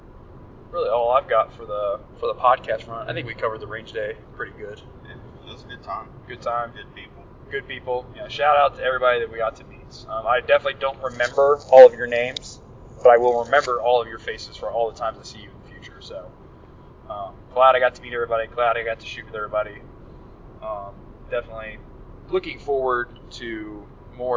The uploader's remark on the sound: In this episode, we are driving back from the 2022 Deliver Fund Range Day. Whatever else comes to mind during the drive.